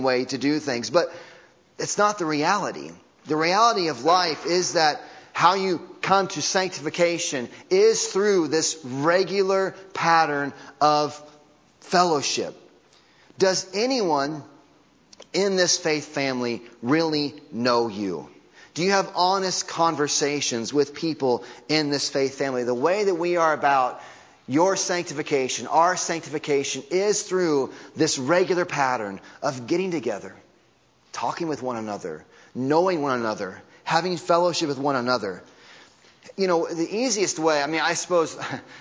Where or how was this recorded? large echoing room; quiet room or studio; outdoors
large echoing room